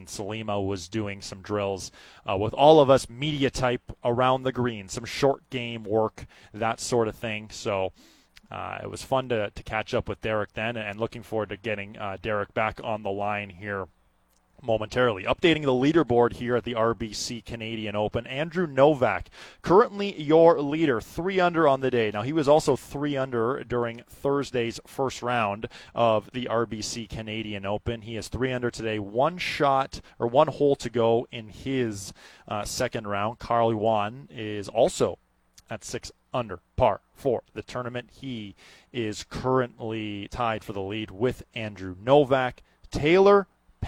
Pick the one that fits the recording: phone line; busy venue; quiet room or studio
busy venue